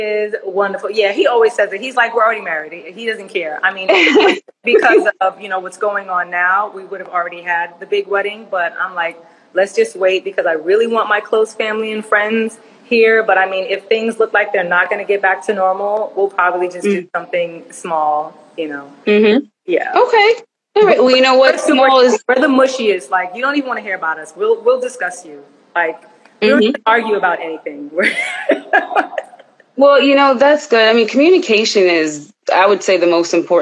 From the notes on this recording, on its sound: special Instagram Live #WFH edition